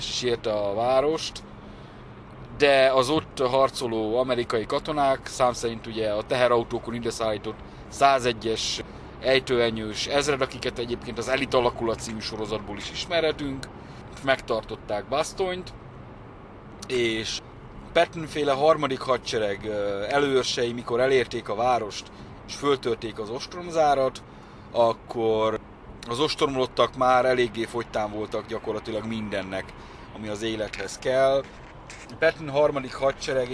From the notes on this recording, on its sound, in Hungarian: a 2022 decemberében, útközben készített felvételekből